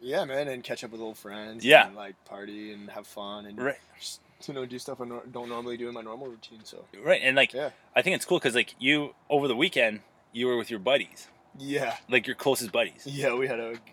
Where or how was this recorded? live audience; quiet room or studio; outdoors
outdoors